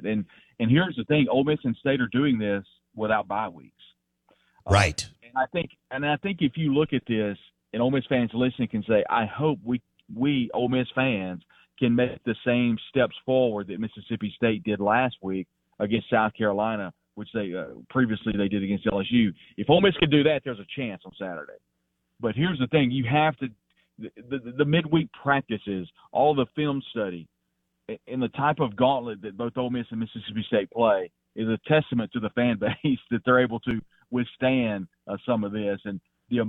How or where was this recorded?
phone line